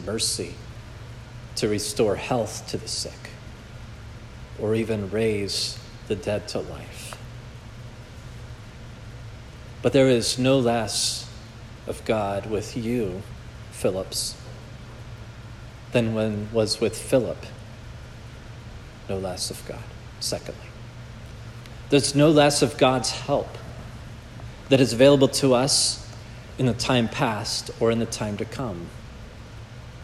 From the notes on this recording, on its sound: This message was preached at Providence Church